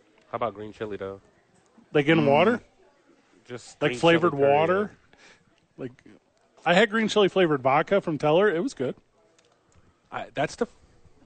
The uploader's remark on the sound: live from the YMCA